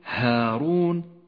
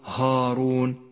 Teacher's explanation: الألف المرققة في كلمة هارون، رققها ولا تفخمها · Shown in: first take · فقل هارون ولا تقل هارون فإنه خطأ شائع.